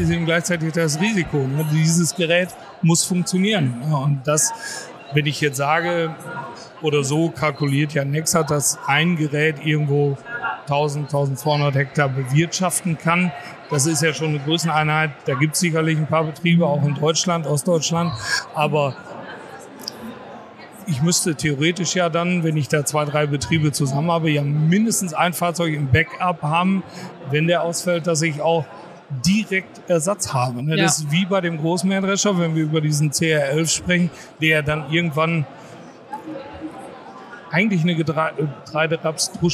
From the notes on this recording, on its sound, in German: Live von der Agritechnica. Wir haben uns auf der weltgrößten Landtechnikmesse umgesehen.